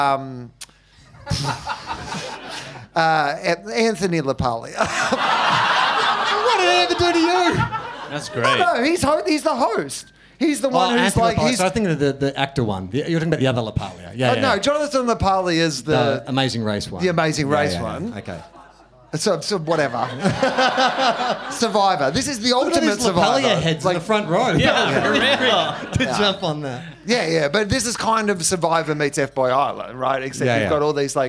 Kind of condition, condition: setting, live audience